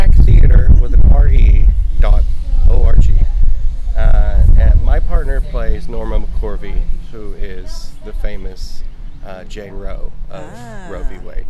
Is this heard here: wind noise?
yes